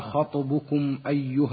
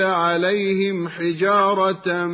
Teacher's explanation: ونجد الميم الساكنة قبل الألف من كلمتي خطبكم أيها، والميم الساكنة قبل الحاء من كلمتي عليهم حجارة، وحكمهما الإظهار كما سمعنا، ويسمى إظهارا شفويا.